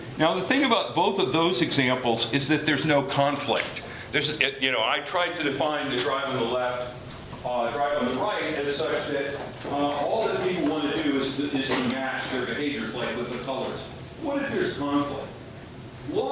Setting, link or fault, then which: setting, live audience